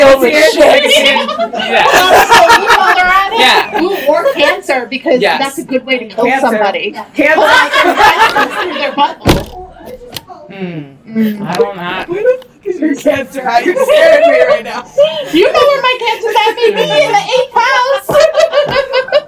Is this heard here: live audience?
yes